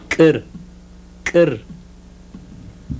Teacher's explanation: Now a voiceless velar ejective